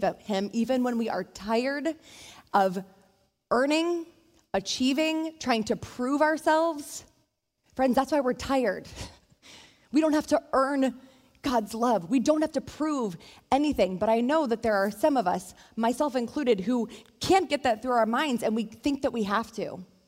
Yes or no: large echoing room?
yes